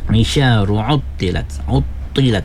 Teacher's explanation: 'Aisha ru'tilat, 'utilat, ta huruf ta-nya kena jelas tebal, walaupun baris bawah kena tebal ya · Term: huruf tafkhim